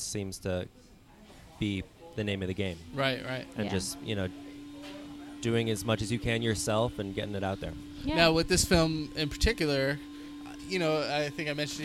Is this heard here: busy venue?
yes